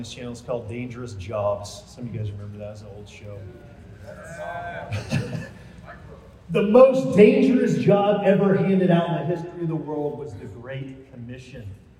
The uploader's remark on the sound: Recorded live at the 2022 Student Mobilization Conference (SMC) in Dallas, Texas.